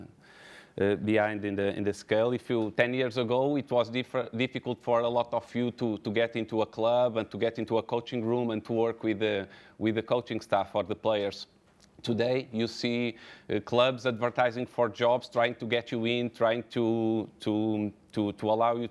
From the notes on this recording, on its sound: Recorded at the 2019 OptaPro Analytics Forum